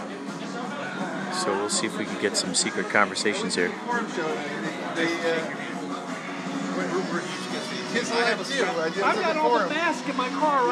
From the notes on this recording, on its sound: A podcast recorded before the … Show at The Canyon In Santa Clarita